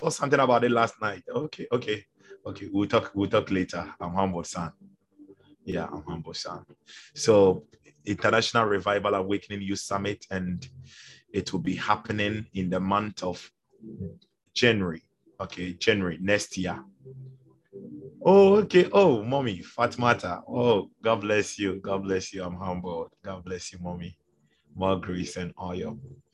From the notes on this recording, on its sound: Zoom meeting